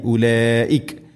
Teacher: നിർബന്ധമായിട്ടും നാലോ അഞ്ചോ ഹർക്കത്തിൻ്റെ ഖദറിൽ നീട്ടണം. · Term: മദ് മുത്തസിൽ